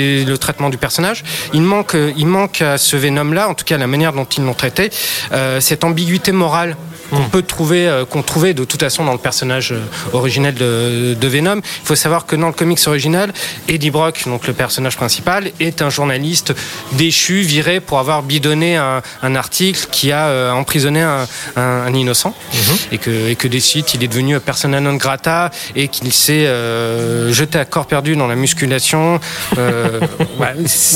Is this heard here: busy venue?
yes